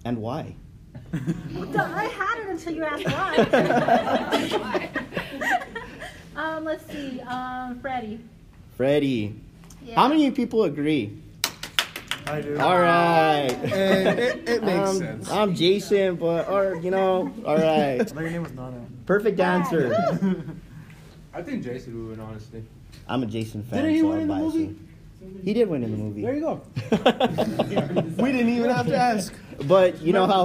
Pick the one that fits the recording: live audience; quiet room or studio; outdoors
live audience